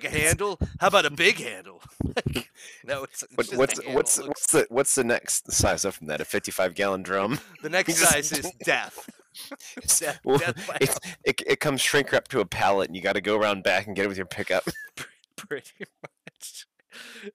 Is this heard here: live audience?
no